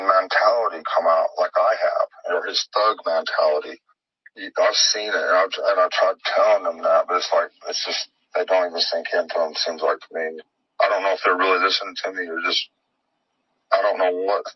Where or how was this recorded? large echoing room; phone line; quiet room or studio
phone line